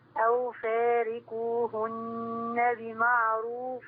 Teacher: ونقف على النون عشان عليها شدة، نقف عليها بغنة ونوصلها بغنة